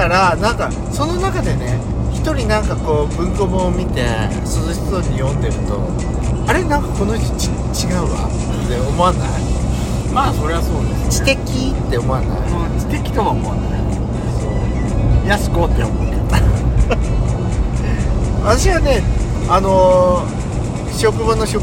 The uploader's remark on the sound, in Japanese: ドスドライブ収録。ロードノイズゴメンね。